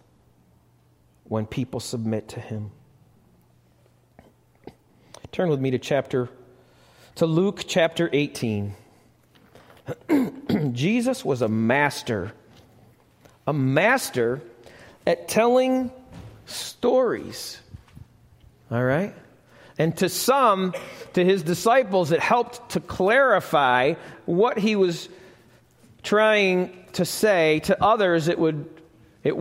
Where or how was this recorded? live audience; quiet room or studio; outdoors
live audience